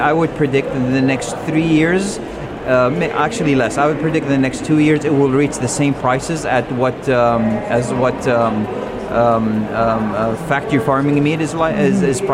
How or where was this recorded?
busy venue